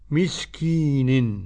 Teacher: بسكون السين دون ألف وكسر وتنوين النون